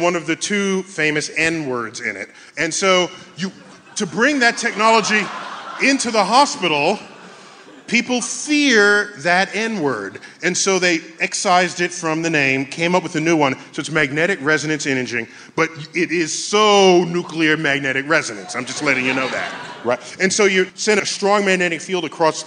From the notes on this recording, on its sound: StarTalk Live! A Night at the Neptune Theatre. Joins StarTalk Live at the Neptune Theatre in Seattle.